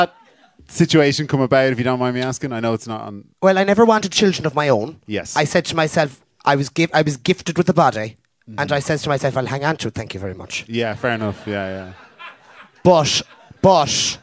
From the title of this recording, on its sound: Live at The Tightrope